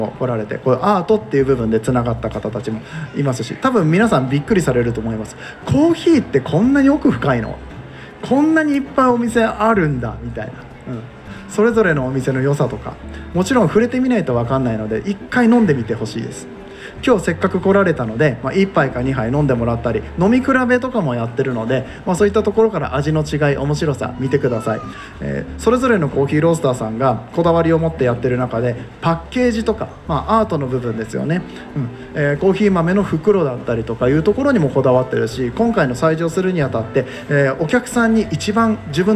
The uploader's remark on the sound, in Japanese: 公開収録。Coffee Trip by hygge market in 松坂屋上野店。